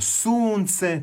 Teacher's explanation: to je dug naglasak i penje se intonacija pa zatim pada